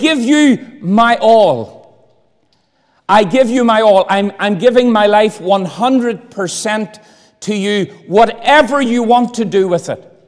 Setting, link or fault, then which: setting, large echoing room